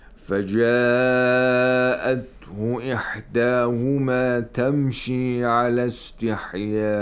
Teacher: the جاء has to be lengthened a little bit more because it's مد المتصل